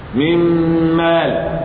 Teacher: لما النون تضغم في الميم الشفتين يشتغلوا مع الخيشوم